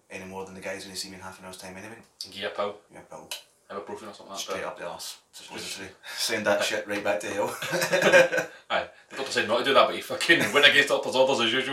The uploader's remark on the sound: POOR SOUND QUALITY